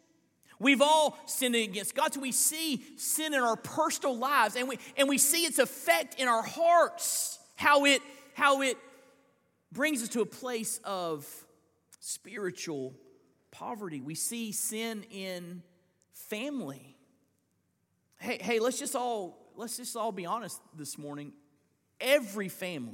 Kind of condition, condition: setting, large echoing room